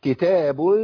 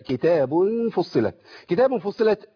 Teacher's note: كتاب فصلت ضمتين جه بعديهم فاء يبقى هعمل ايه؟ هركب غنة